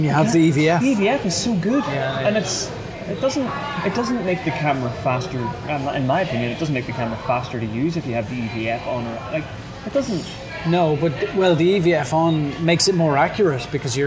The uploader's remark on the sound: This week's episode has some serious background noise annoyance. We decided to meet up half way to record this episode and it turns out that Mcdonalds is not the best place for recording audio.